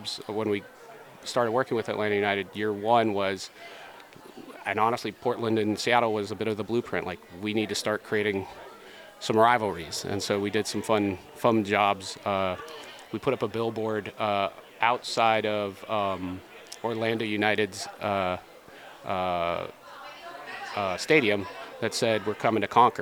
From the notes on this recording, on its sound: Recorded live at Advertising Week New York 2023